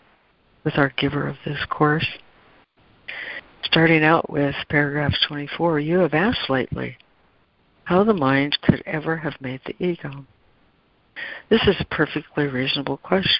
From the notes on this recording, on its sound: ACIM Daily Conference Call